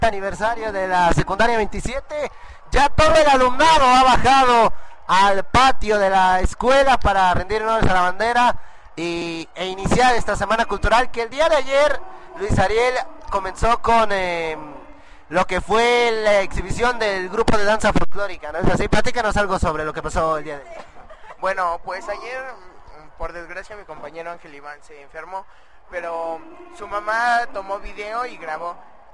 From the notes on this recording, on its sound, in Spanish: Escucha la retransmisión en directo desde la Secundaria 27.